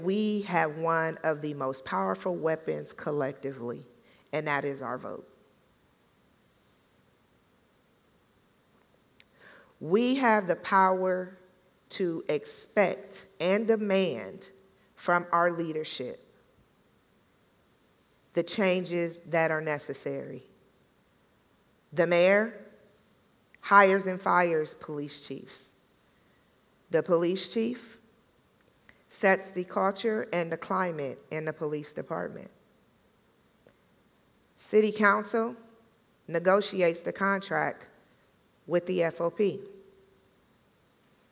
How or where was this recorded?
live audience